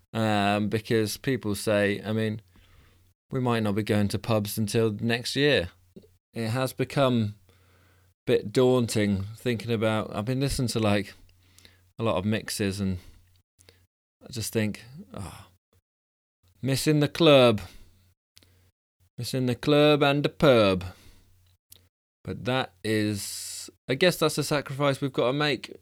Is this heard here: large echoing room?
no